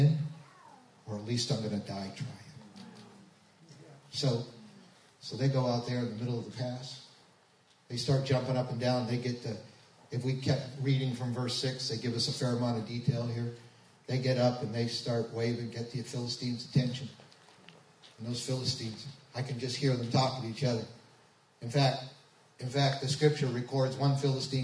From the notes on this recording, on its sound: We had some technical difficulties so the sound is not the best quality but is better than nothing.